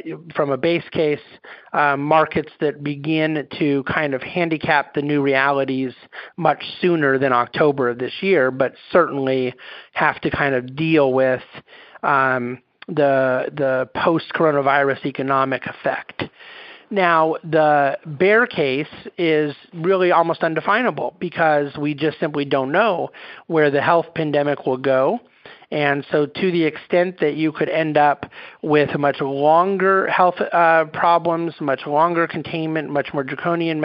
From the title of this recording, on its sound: National Conference Call Replay